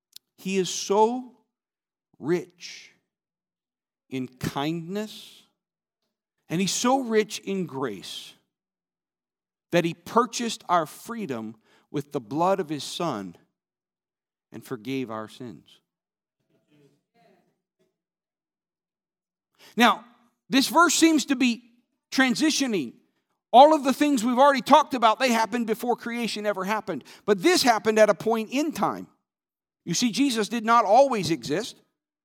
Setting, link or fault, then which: setting, large echoing room